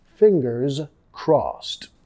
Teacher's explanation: Fingers, sonido de Z al final, fingers crossed. Crossed ed pronunciado como una T.